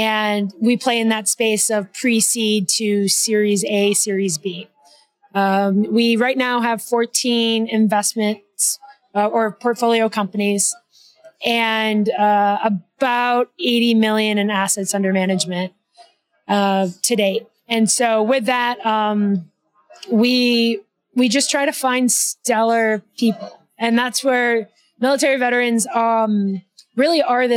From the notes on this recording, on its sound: live-recorded conversations at the 2023 Northwest Arkansas Technology Summit